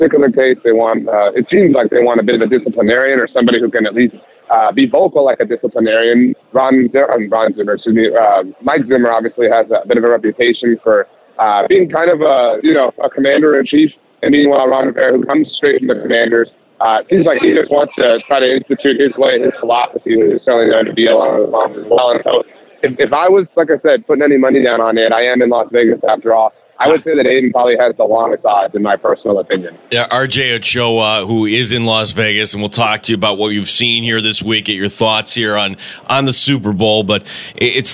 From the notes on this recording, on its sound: in The Sports Bar, live from Las Vegas